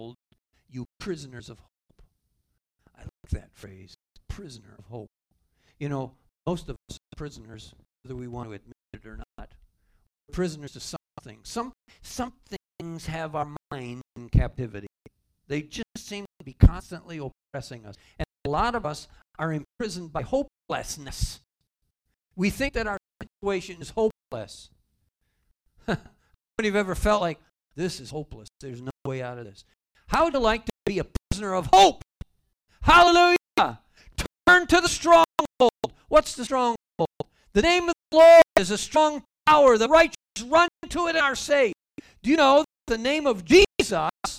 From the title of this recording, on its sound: Calvary Assembly of God live Stream